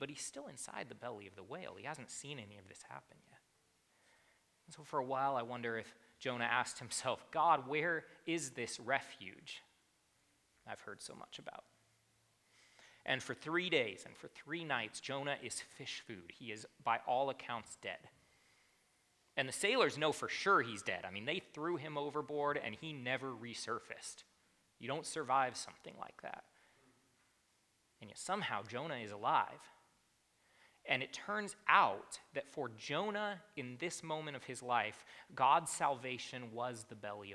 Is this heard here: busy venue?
no